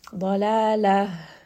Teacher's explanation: you can hear that it's coming from the chest. It's a little bit deeper down the throat.